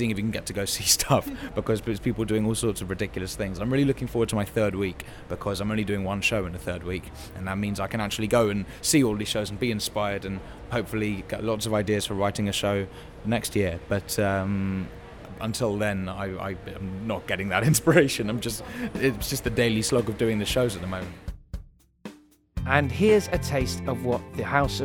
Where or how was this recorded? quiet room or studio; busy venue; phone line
busy venue